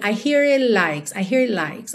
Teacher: Então, o it, né, o T do it você não ouve